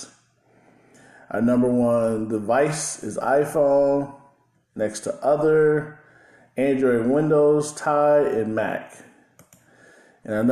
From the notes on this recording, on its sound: While trying to record for this podcast, my Tascam US-42 would not work with any of my DAW programs, so I decide to create this podcast episode with my LG smartphone.